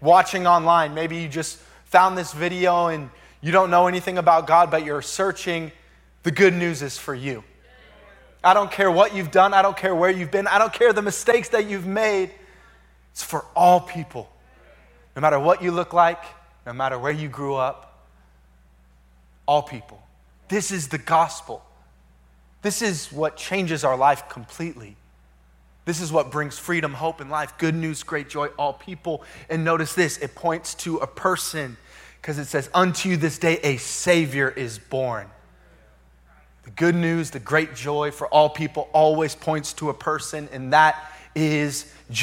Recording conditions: large echoing room